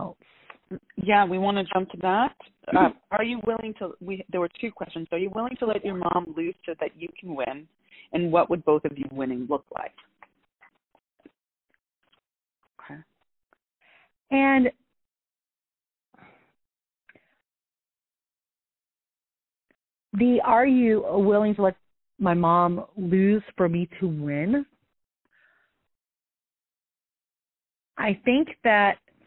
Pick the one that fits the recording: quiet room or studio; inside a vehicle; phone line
phone line